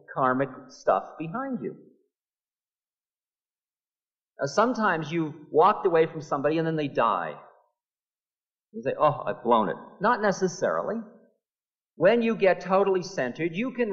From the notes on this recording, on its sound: lecture from 1974 at Naropa University